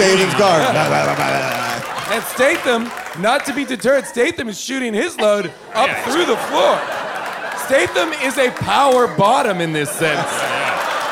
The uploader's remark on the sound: Recorded LIVE from Largo in Los Angeles. We learn about Fast & Furious fan fiction during audience Q&As!